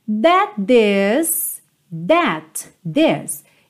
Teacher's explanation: Vai ficar juntinho um T só